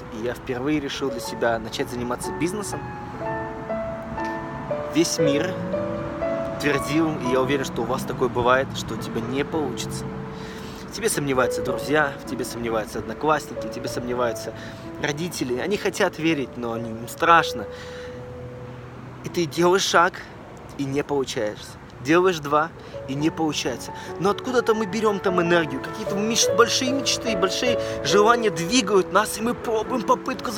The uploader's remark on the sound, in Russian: Но прямо во время ивента, на 3 день, меня жестко накрыло и я поймал инсайт. Я выбежал из зала в слезах и сел записал это видео прямо на траве.